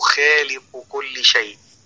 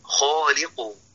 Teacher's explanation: الوجه الأول الترقيق، وهو في الحقيقة حرف مستعل لا بد من تفخيمه كسائر حروف الاستعلاء · Shown in: second take